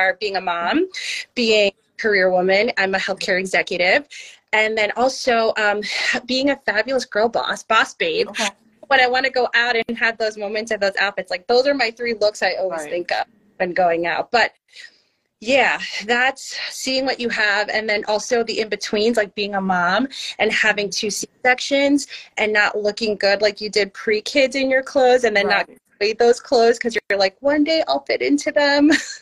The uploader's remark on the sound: The Conversation Series was held on Instagram Live.